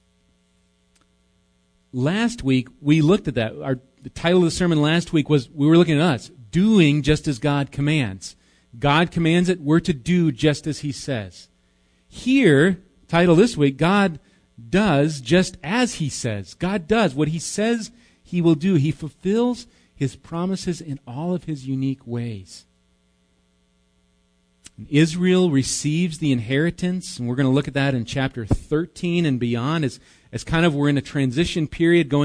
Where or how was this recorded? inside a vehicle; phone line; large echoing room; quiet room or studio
large echoing room